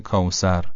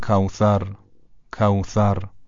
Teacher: مثلا کوثر به جای کوسر، نوک زبان یه مقدار که از بین دندون‌ها بیاد بیرون تلفظ درسته · Shown in: second take · Term: حرف سه نقطه